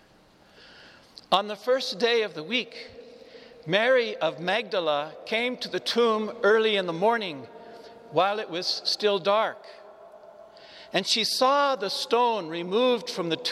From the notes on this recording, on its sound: This Easter lmorning homily was preached to the Saint Francis Catholic Community of Cuenca in the Iglesia San Francisco, Cuenca, Ecuador.